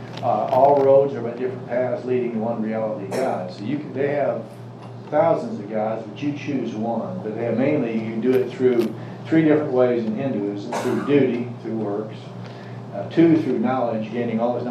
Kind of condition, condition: setting, live audience